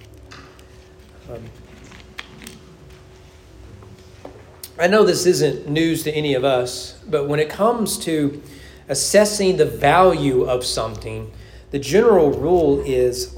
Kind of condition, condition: setting, large echoing room